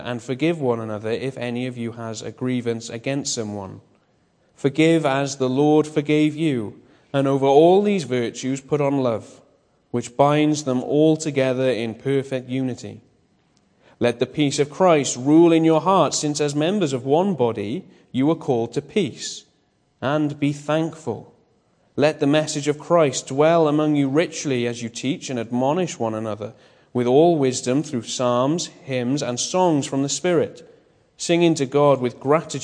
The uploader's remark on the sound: Bethel Evangelical Church in Gorseinon